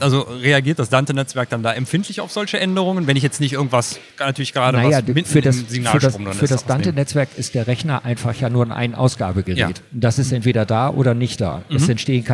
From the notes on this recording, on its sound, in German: sprechen wir auf der LEaT con in Hamburg